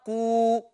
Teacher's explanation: أدي قاف مضمومة، بالغ في الضمة هيتولد منها واو فتبقى قو، يبقى دي حركة مجانسة.